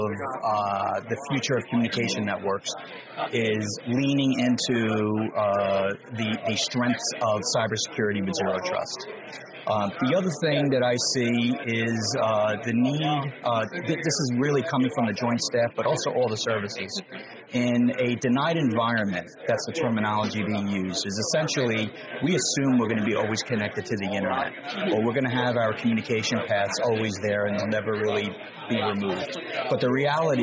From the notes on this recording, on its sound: We recently had the opportunity to connect with several leaders at the AFCEA TechNet Indo-Pacific conference in Honolulu